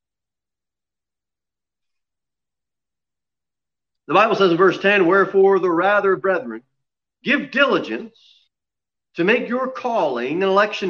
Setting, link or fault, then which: setting, large echoing room